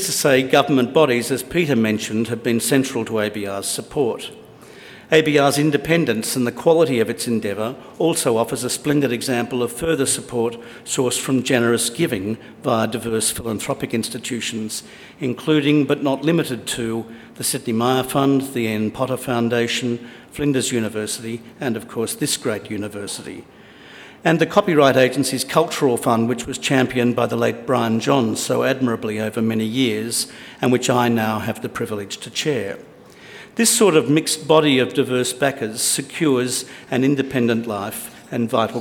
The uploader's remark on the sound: In this Sydney Ideas event he gives an inaugural Australian Book Review (ABR) Patrons’ Lecture